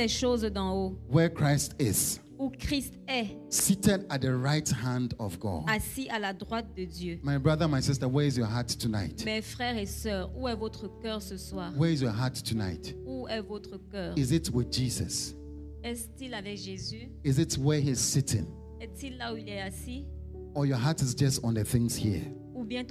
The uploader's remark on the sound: Preached during Cross-over Service 2023